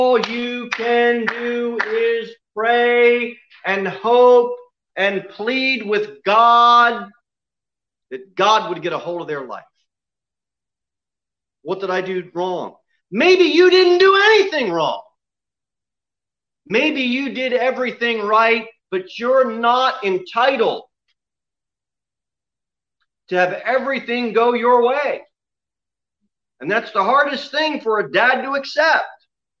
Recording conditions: large echoing room